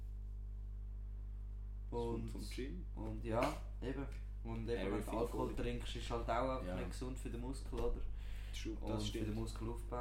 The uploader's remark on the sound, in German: Audioqualität isch nur bi derre Folg so schecht